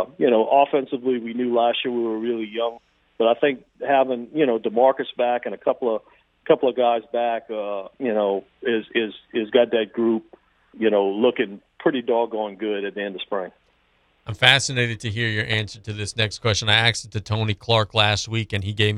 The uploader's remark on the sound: We are joined on the phones.